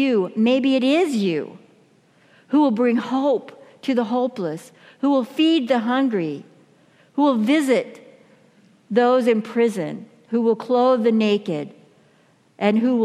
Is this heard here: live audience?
yes